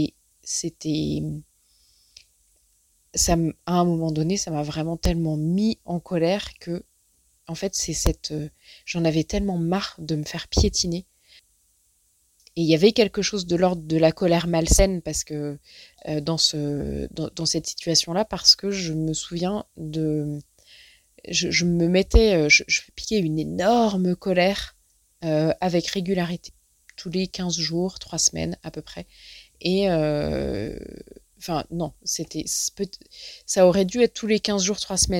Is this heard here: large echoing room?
no